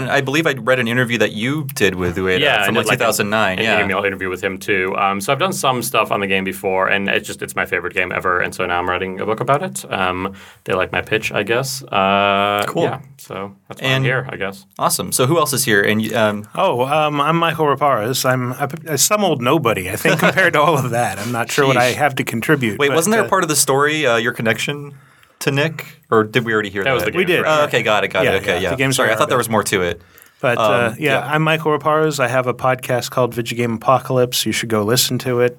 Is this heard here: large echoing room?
no